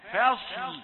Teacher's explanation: طيب لو فرضنا أنه قال فاء، يمكن أن يخطئ في اللام الأخيرة، يقول فصل، يقول فصل، قل لا، لام رقيقة، الصاد في الوسط هي مفخمة، لكن الفاء واللام جيرانها مرققات